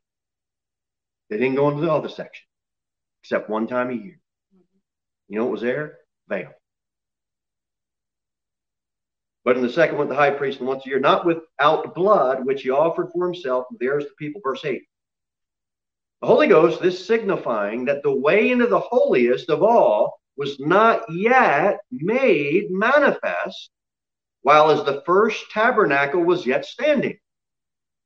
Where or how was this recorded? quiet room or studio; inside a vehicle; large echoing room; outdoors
large echoing room